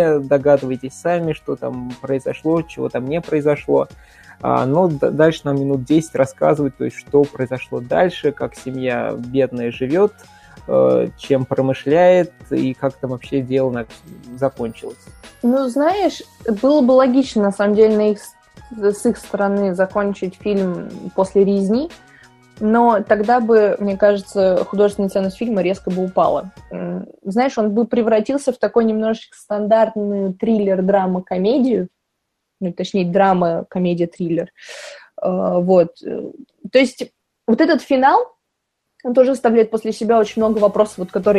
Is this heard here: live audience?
no